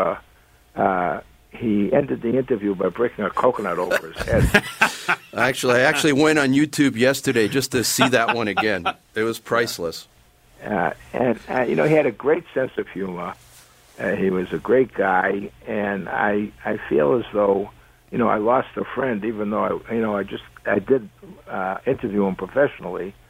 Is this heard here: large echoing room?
no